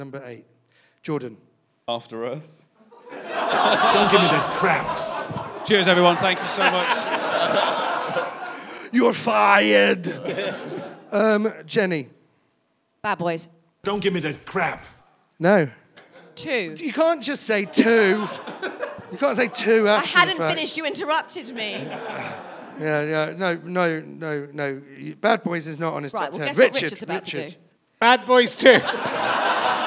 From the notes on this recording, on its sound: recorded in front of a live audience